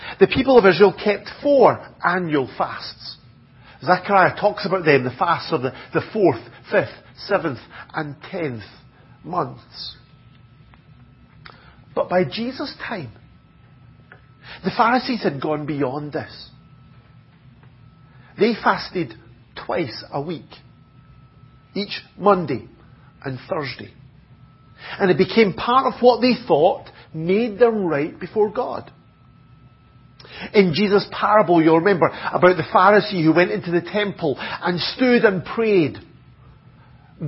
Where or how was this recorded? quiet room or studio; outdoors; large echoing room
large echoing room